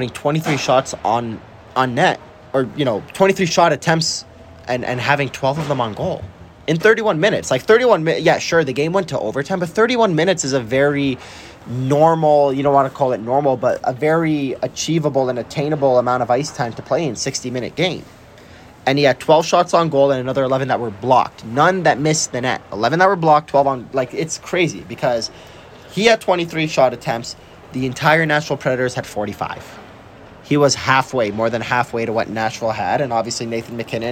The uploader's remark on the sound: Live at Ball Arena.